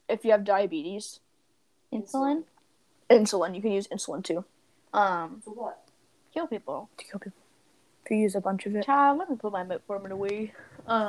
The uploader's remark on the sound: We apologize for the technical difficulties in this episode